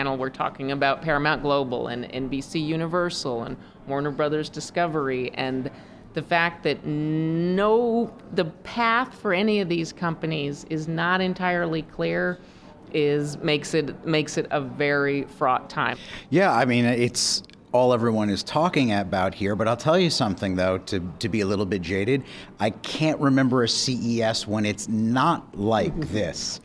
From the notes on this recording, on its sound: Produced on the ground at the Consumer Electronics Show in Las Vegas